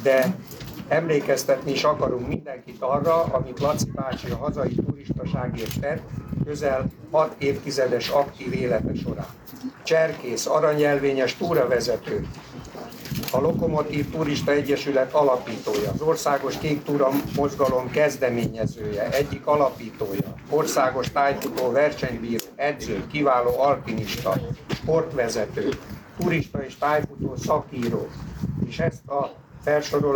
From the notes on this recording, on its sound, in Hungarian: Amely rendhagyó módon nem egy személyesen vagy online felvett beszélgetés, hanem tudósítás egy rendezvényről.